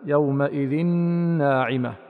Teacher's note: أدغمت نون التنوين من يومئذ في النون من كلمة ناعمة بغنة